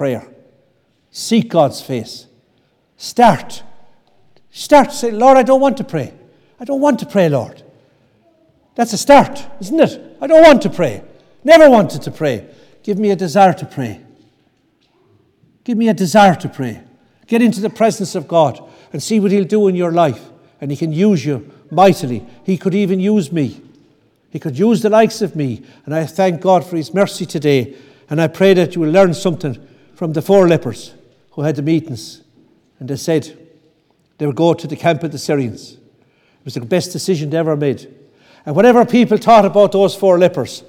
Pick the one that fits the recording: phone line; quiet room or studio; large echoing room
large echoing room